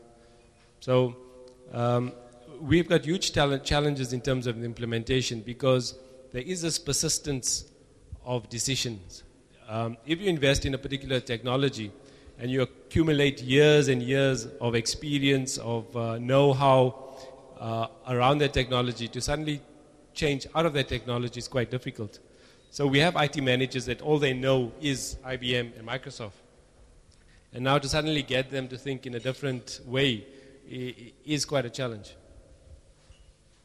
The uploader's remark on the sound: Recorded at Open Everything Cape Town, August 22, 2008.